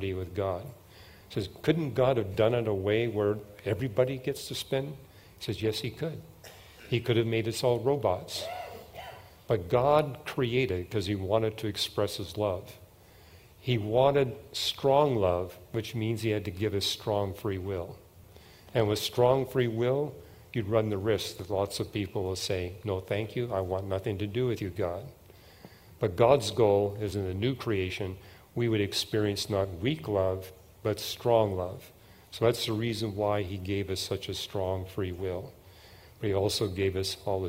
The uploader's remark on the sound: At the 2023 Evidence and Answers conference